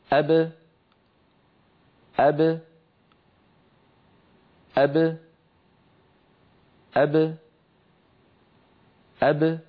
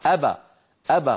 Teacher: الذي يبتعد هو الشفتان ولا يبتعد الفكان · Shown in: first take · لما تبتعد الشفتان يبقى البعد بين الفكين ثابتا. · Term: القلقلة